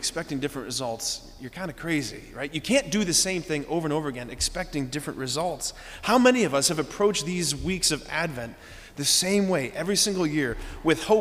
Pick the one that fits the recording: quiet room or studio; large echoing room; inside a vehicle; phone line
large echoing room